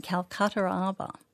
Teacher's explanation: He's got Calcutta, which ends in a vowel, and then his version of harbour, which is arba, starts in a vowel, and he's putting an ur in there again.